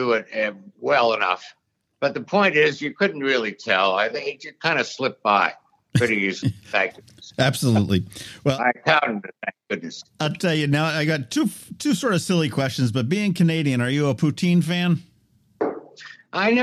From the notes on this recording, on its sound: We hopped on the phone